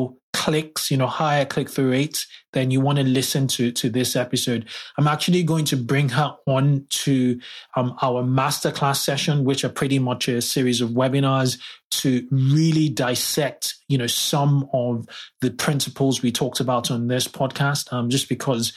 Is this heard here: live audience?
no